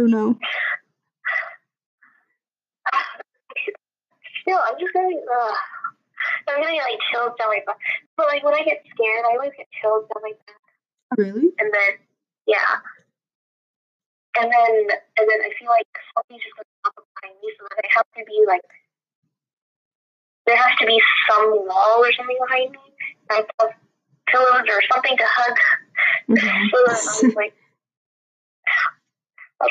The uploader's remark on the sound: I'm sorry for the horrible audio quality today. I did not realize that my phone speaker was not facing the microphone on my laptop until I went back and listened.